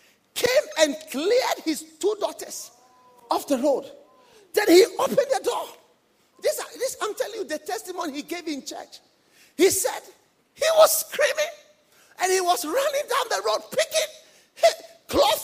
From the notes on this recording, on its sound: Preached during a pastors' and leaders' conference at the Cathedral of praise in Manilla Philippines